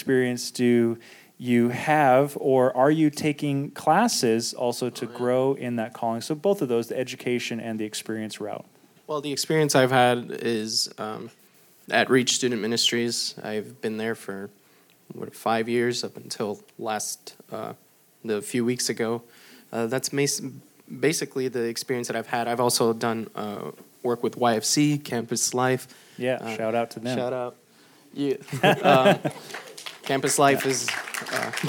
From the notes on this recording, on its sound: This video was recorded during our Meet & Greet Luncheon.